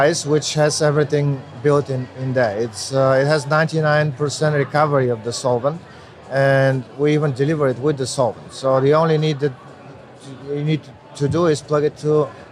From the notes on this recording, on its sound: MORE Live Interviews From The Extraction Expo Floor. In-person interviews recorded on the floor of The Extraction Expo in Los Angeles!